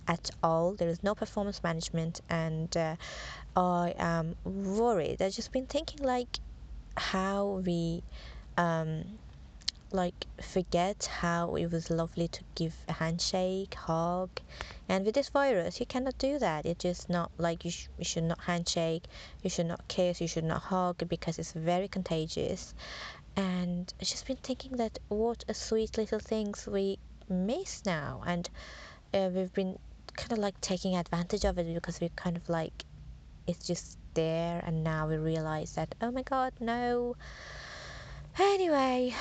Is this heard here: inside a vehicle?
yes